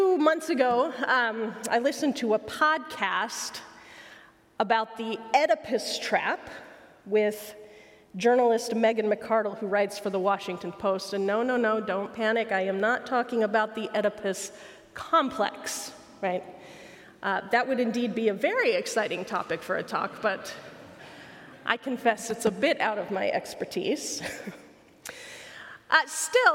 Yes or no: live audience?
yes